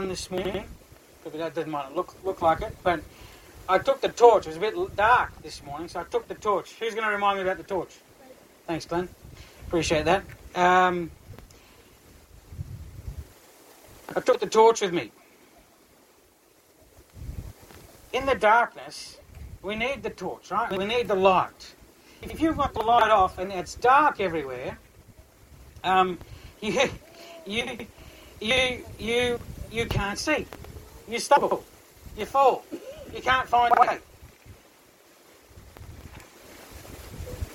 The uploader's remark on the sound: Church in the Car Car Park (a bit noisy) Sermon only. By Granite Community Church.